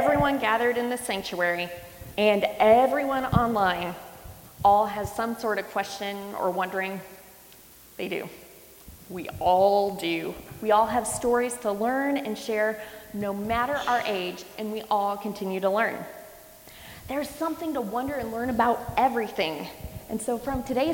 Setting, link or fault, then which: setting, large echoing room